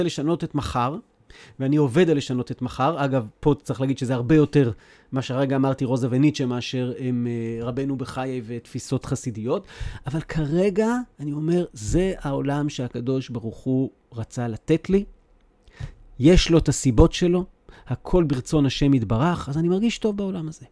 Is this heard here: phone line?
no